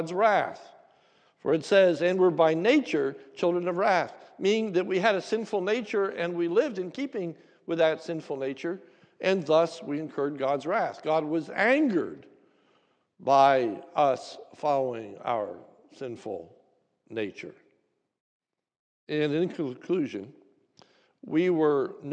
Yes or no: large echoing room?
yes